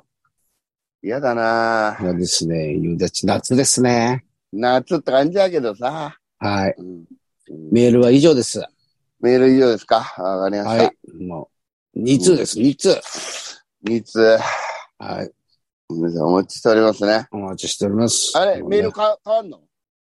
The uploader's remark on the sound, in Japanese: ZOOMで収録